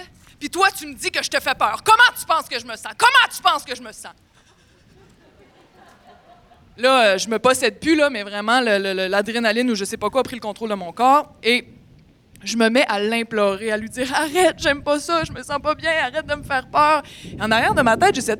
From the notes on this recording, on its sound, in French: La finale de notre expérience de radio direct, enregistrée sur scène.